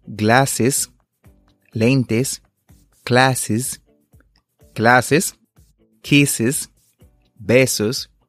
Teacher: La terminación del plural es, s, se pronuncia con una sílaba adicional se escucha como después de varias terminaciones de sustantivos diferentes, tanto sonoros como mudos.